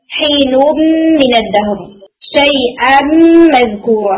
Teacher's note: अब आपको मीम सुनाई दे रहा है, नून नहीं सुनाई दे रहा।